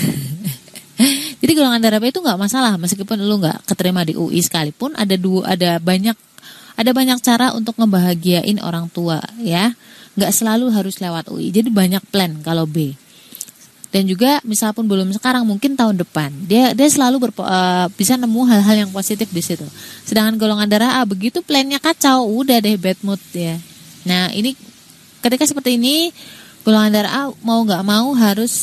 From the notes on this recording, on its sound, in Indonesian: Btw maaf backsoundnya ya, dan kesannya kek teriak-teriak gitu. Record pas ujan, di pinggir jalan persis.